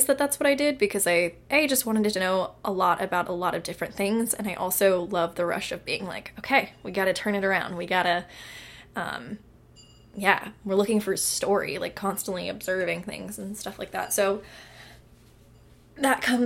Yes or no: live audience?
no